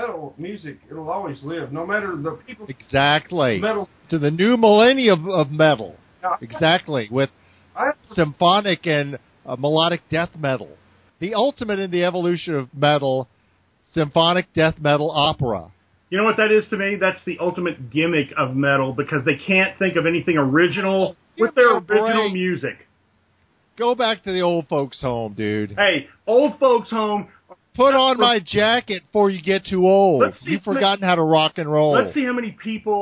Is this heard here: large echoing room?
no